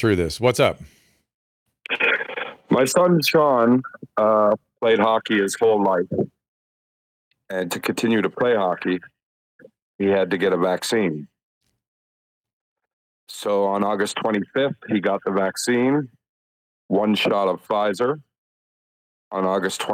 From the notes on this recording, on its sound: answers your calls LIVE